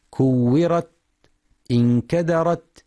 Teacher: ويخطئ بعضهم فيقف على التاء المفتوحة بترك الهمس